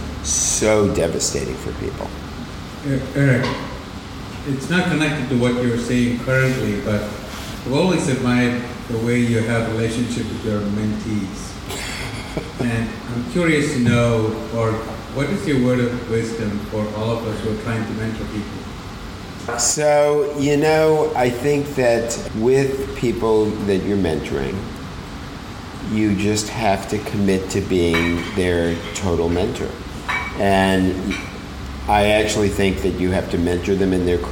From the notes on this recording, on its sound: This episode was recorded live in front of a captive audience in Sydney, Australia. Minor edits have been made to the episode to improve sound quality and flow.